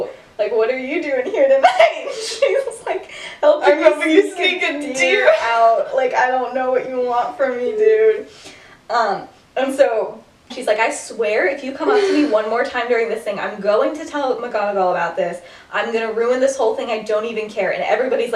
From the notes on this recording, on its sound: Bad audio. Whoops, the audio got worse.